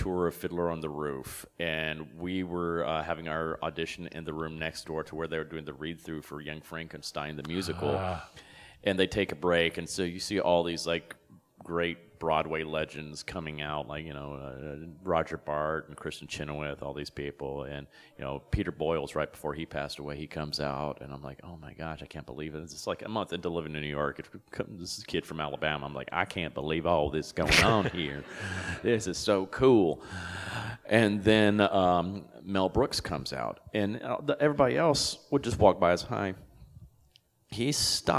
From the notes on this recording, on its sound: LIVE from the 2023 Days of the Dead horror festival in Los Angeles CA